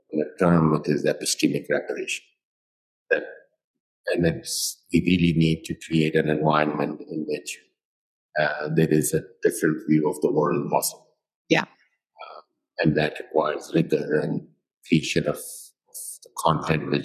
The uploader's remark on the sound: Because this podcast episode was recorded live, the sound is not our usual high standard.